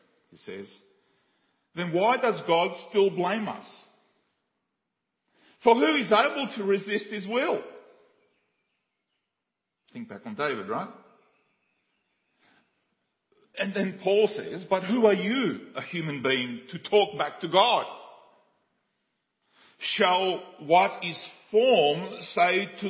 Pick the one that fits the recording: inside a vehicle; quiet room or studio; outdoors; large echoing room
large echoing room